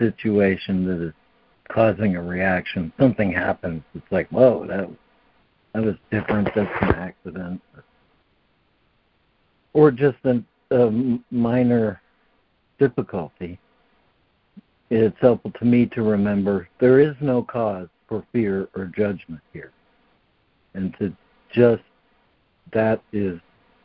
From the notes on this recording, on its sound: ACIM Daily Conference Call.